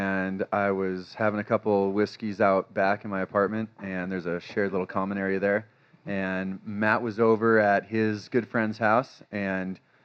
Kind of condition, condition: setting, busy venue